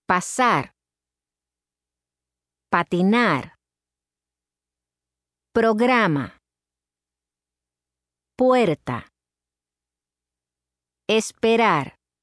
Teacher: Spanish p and t are not aspirated as they are in English.